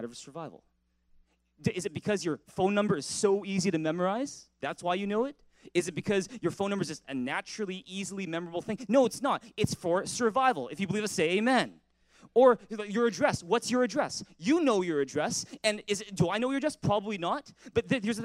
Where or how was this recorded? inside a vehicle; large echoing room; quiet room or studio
large echoing room